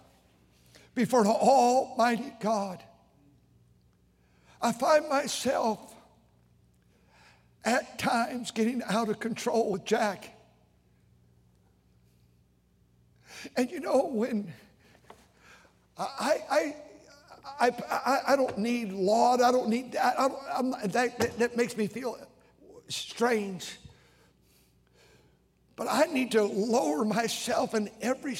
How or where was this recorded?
large echoing room